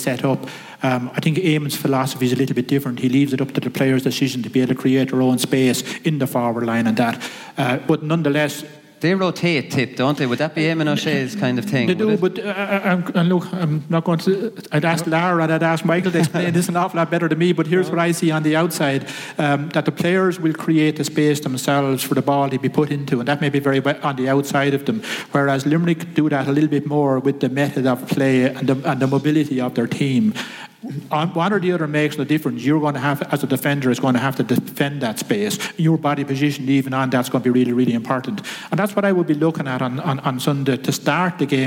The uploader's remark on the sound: The GAA hour live from Thurles